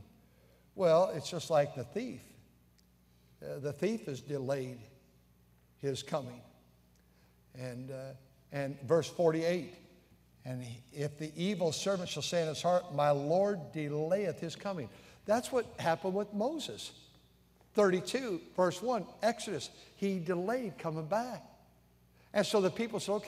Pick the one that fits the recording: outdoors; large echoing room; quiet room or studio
large echoing room